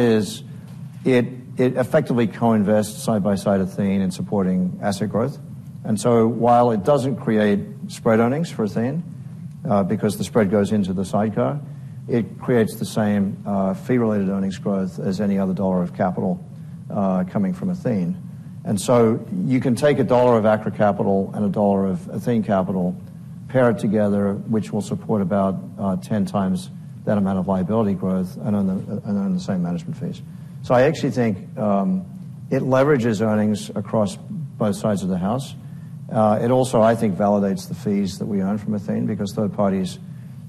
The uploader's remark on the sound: at the Bank Of America Securities 2024 Financial Services Conference in a fireside chat